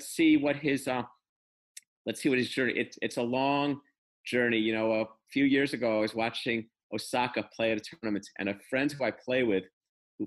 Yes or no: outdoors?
no